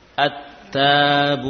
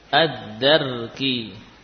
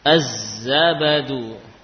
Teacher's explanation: karena dekatnya makhraj, ya, menyebabkan lam itu dibaca dengan idgham · Term: idgham syamsi